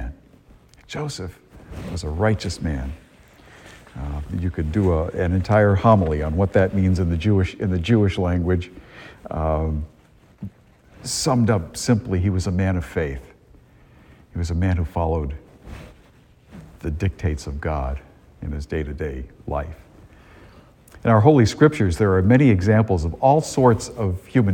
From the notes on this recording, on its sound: A homily delivered at Star of the Sea church in Salisbury, Massachusetts, on Christmas morning, 2022.